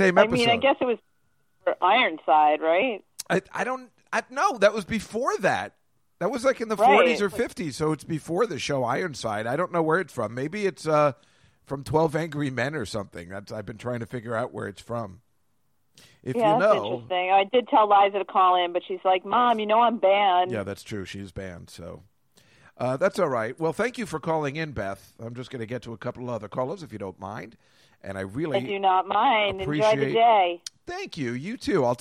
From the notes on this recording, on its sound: As a live call-in show.